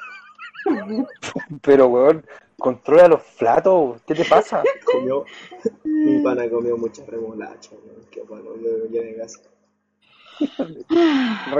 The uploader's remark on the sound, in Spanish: Audio caca. El audio es una soberana caquita.